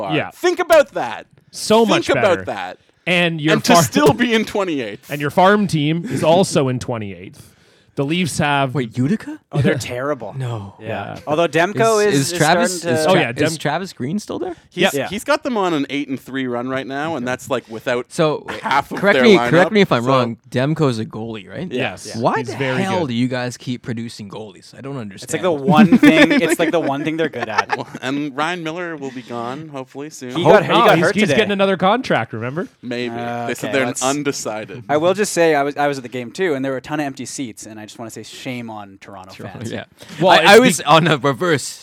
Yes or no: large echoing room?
no